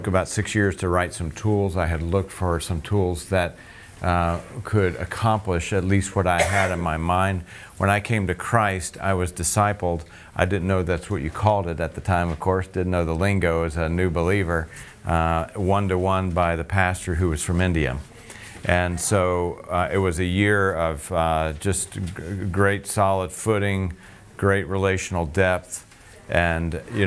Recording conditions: busy venue